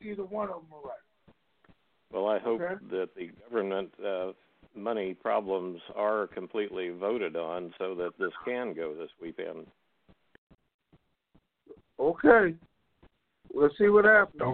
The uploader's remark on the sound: TNTSuperfantastic New Year's Eve Conference Call.